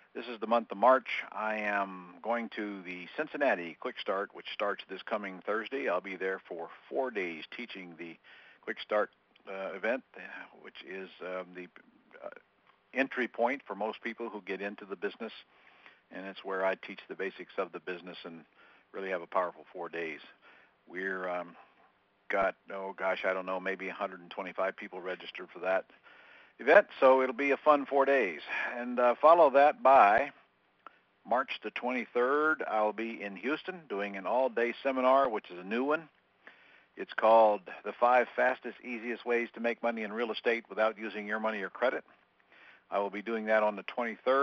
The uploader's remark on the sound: Q&A Call